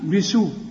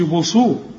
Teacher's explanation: ودي سين بسو، ما تقولش بصو علشان ما تخلطهاش بين السين والصاد